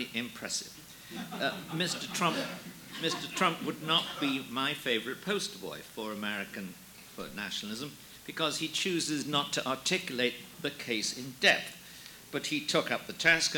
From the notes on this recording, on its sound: Audio taken from The New Criterion’s “Sovereignty or Submission” conference in Washington, D.